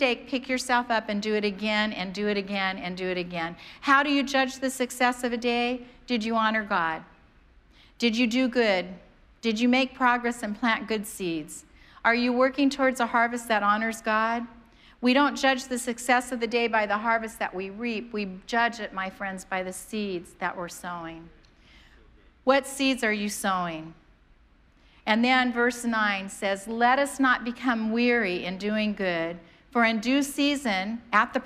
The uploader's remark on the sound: preached on January 2nd at the 11:30AM service